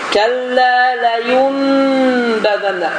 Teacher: İqləb çevrilmək deməkdir. Və bu zaman ənin nısı, inin nısı, unun nısı və ya sükununun özü n kimi oxunmur, mimlə əvəz olunur.